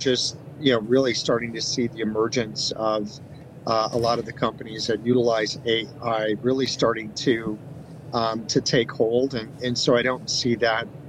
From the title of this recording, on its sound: LIVE FROM MONEY 20/20